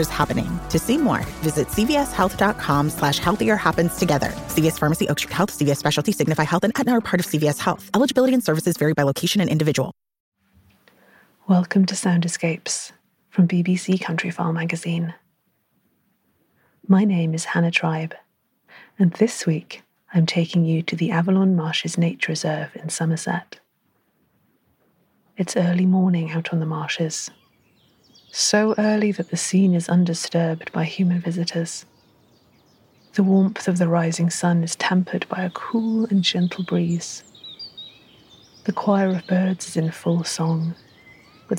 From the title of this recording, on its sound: a few minutes of total peace deep in the Somerset Levels